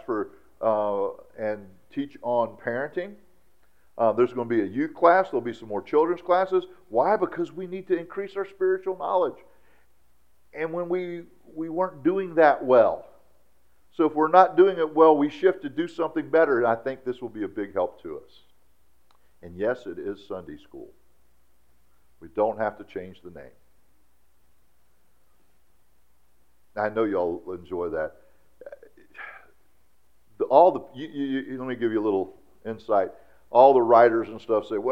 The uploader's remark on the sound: during our traditional church service on Sunday, August 27th, 2017 at Sonshine Baptist Church